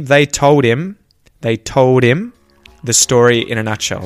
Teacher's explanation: that H on the front of him kind of disappears and it becomes im, im. And it kind of bounces off the D on the end of the word told.